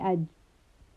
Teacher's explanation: So I didn't add qalqala. You can hear that the jim is barely even there. So that is the reason why qalqala is being applied, so that we have a little bit of sound for the jim.